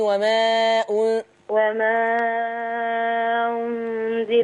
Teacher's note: وما أنزل من قبلك ما تقطعيش بين الألف والهمزة. اوصلي تاني.